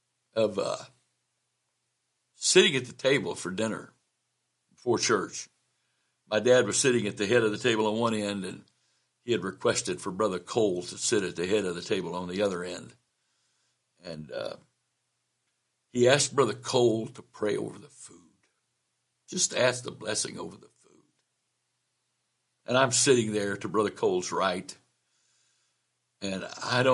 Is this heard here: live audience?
no